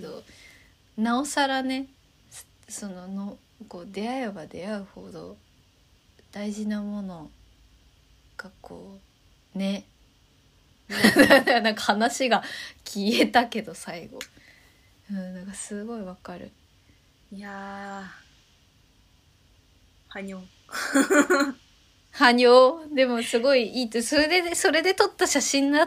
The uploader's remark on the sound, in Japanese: 風が強い上にイヤホンが逝った日（ごめん）。タイトルの通りでして音声が乱れております・・・。